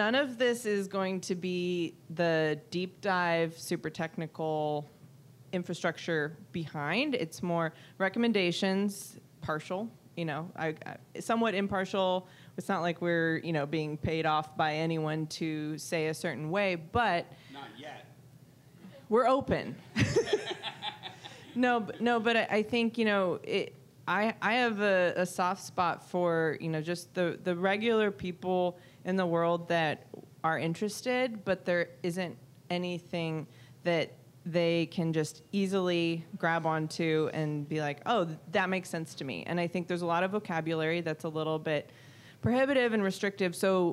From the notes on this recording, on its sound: Live from Pubkey NYC!